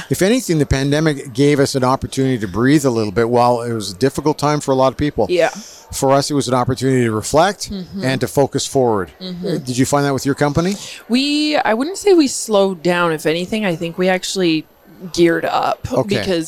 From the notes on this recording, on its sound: This podcast episode was recorded live at GO WEST® 23 and produced by Road 55 . Canada's Event For Event Professionals.